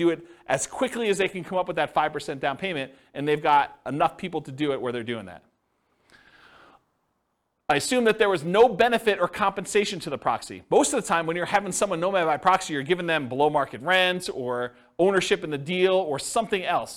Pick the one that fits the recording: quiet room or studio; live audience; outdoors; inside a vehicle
live audience